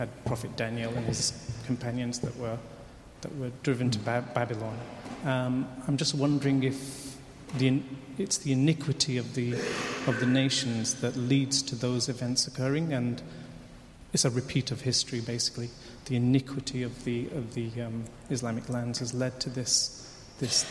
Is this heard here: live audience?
yes